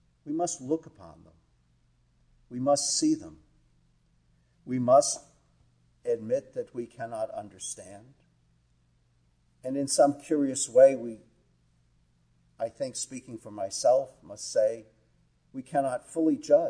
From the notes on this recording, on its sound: Our worship service at the Old First Church in Bennington, Vermont. Organist.